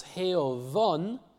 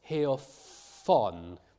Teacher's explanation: So vowels are always voiced, and because there is a vowel on either side of this fricative, it gets pronounced as voiced as well. · Shown in: first take · So it's heovon, not heofon.